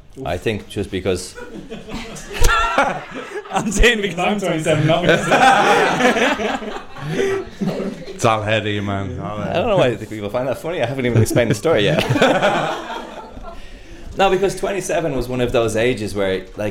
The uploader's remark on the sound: This episode is a live recording from The Black Sheep pub in Dublin. Twice a month we bring together listeners of the podcast to hear some comedy, some music and a bit of a chat from us.